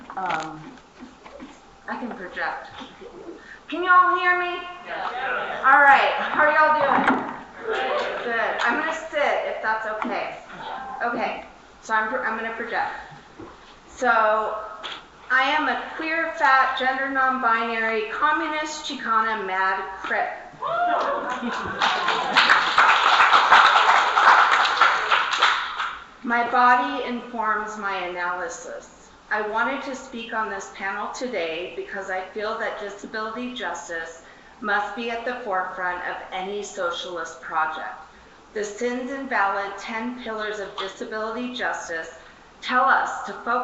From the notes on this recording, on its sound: session recorded at Socialism 2022